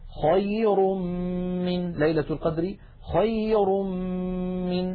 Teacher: انتقلنا من الراء المضمومة إلى الميم التي بعدها فتحول التنوين إلى ميم ثم أدغمت الميم في الميم